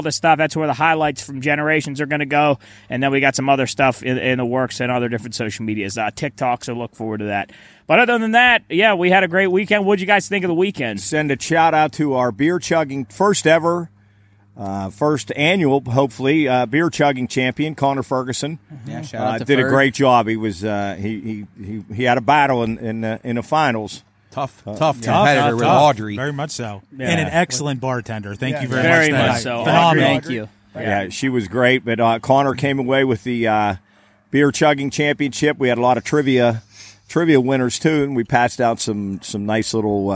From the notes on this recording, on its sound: Over the phone to The Pine Room as the first official studio 'guest'.